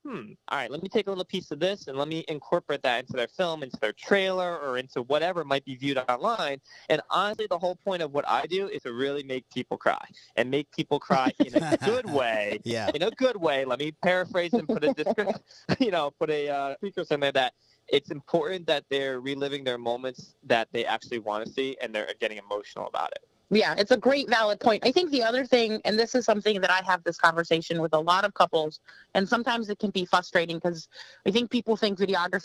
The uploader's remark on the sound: Via phone from the offices of MV Film Productions in Southington, CT.